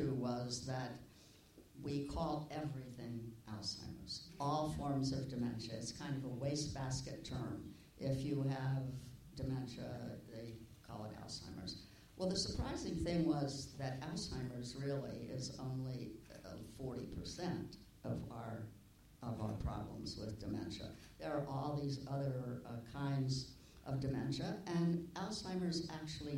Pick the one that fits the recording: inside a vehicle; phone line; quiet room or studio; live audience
live audience